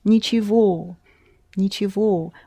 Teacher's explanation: Where г is pronounced as v